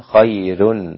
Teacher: خير الراء رقيقة لأن قبلها ياء